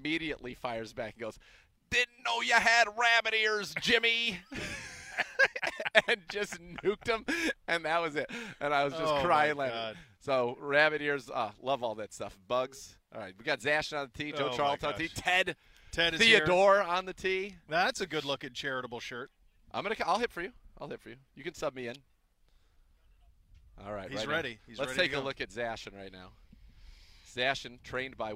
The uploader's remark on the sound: The guys broadcast live from the 22nd Annual Cleveland Browns Foundation Golf Tournament, presented by Key Private Bank and in association with University Hospitals and Direct Travel, at Westwood Country Club in Rocky River.